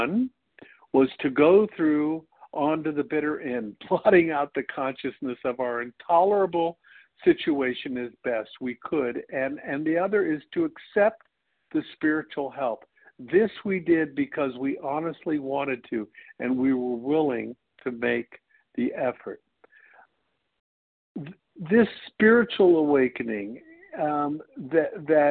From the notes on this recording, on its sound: 100 Pounders Phone Meeting.